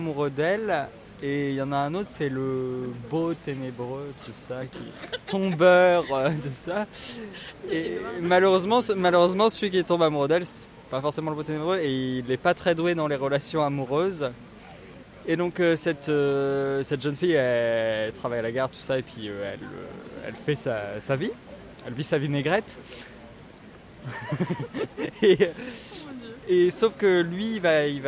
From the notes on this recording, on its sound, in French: Radio2B s'est déplacée au 28ème festival des premiers films d'Angers. Notre équipe de reporters sur place pour la deuxième journée.